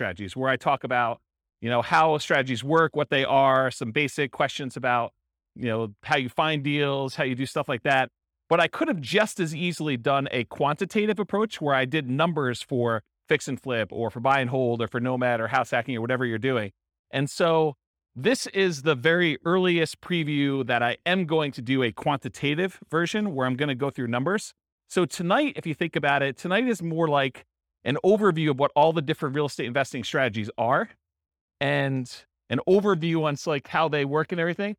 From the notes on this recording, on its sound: This was a live class recorded